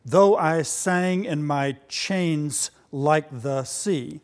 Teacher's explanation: This is the word chains, which begins with a ch, that's a broad frequency spectrum at relatively high frequencies.